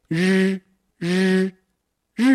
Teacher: 舌尖，它几乎是不抵触我们的天花板，不抵我们的硬讹，它是在空中是旋 qua 的，向后面向后方去，向后方卷，然后气流从上面通过，日，日，日本人民发音啊稍微比较靠立，用，这个用力量，日，在一个呢是嘴型，嘴型啊，咱们这个双唇呢，要略微地用力收缩一下。人，人肉热，天气很热。诶，是吧？大家注意感受。这个字对南方朋友来说太难了，好难发呀。但是呢，大家不要气馁。大家最好拿出一个词语，一个词典来。然后呢，翻到这个声母日的部分，你去看一下，你会发现常用字三千个里边儿，日声母的一共是七十七个，好少。你记得能把它记下来。所以呢，一方面咱们把它背下来，另一方面呢，跟着老师反复地